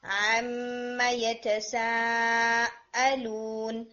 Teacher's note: آپ کا جو حمزہ ہے وہ بہت زیادہ آئین کی ساؤنڈ دے رہے